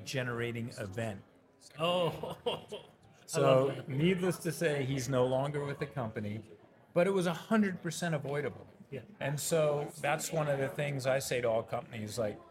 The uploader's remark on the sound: Special podcast series previously hosted LIVE from the EsportsNext 2023 conference.